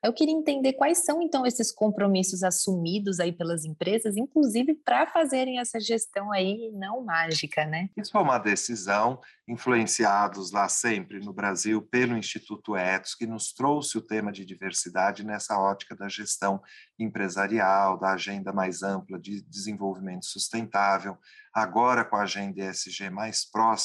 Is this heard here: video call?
yes